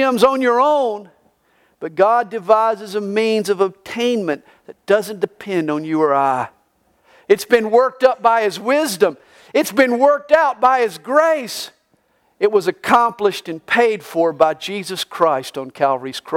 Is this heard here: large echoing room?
yes